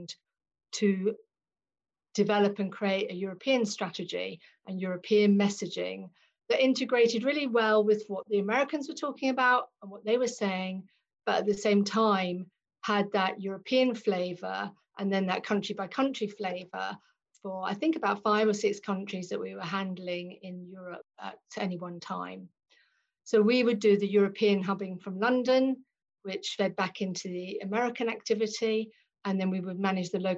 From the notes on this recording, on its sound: joined over Zoom